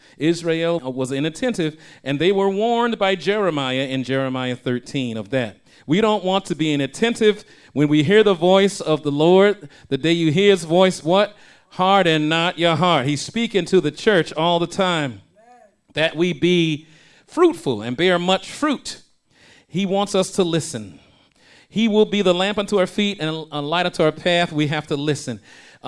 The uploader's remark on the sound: shared this message live at RACC